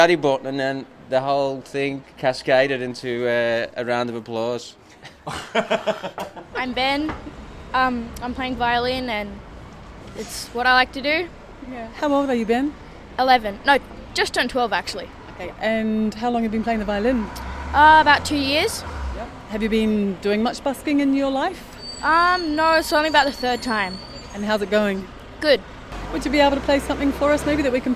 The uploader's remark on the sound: A taste of life on the bustling streets of Bellingen during the 2016 annual Winter music festival as part of a live broadcast between 2 triple B Bellingen and BayFM 99.9 Byron Bay.